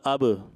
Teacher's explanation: قلقلہ کیا جائے گا یعنی آواز لوٹتی ہوئی معلوم ہوگی